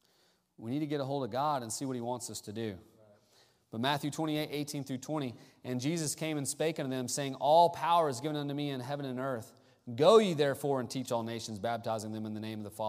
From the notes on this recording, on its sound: Sunday Morning Service: Missions Conference Service.